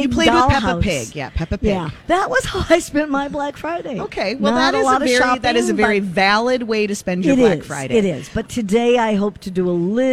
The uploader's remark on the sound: Live at the Galleria for Small Business Saturday!